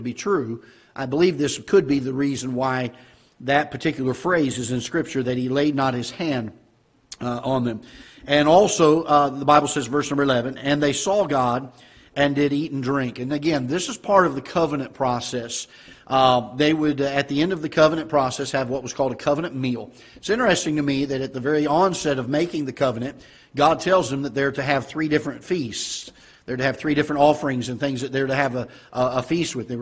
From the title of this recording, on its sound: Ketha Heights Baptist Church ~ Live Broadcast